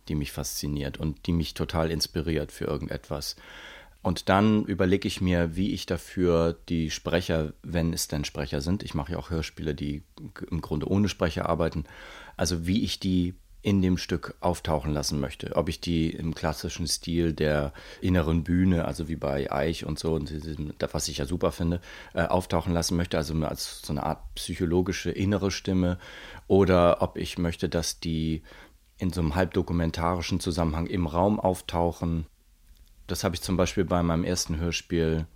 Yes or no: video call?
no